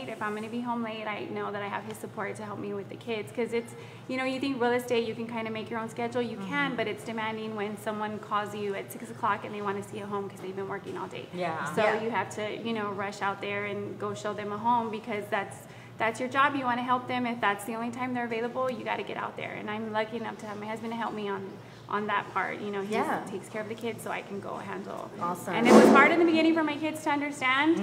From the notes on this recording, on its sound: With our LIVE audience from Jokesters Pub N Grub.